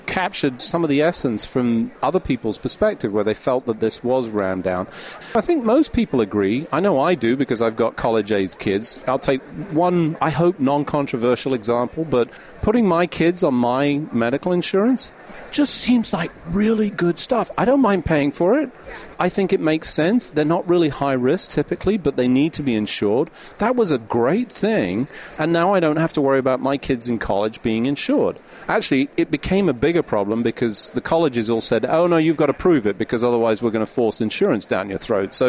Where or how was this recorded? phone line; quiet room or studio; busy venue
busy venue